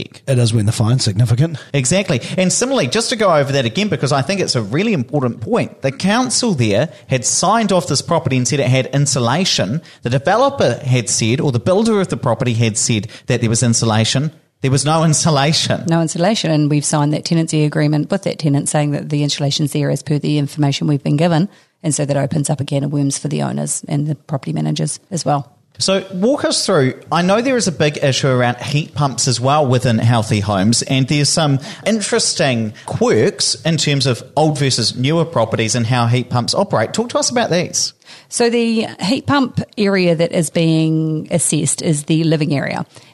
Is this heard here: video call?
no